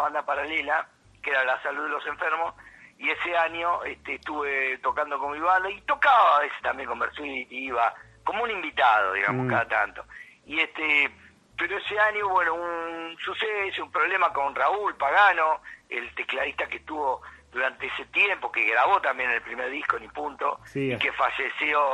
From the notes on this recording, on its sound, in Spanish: Charla Telefonica